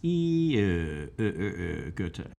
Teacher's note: you make an E sound, and then you round your lips, E, Goethe. · Term: E rounded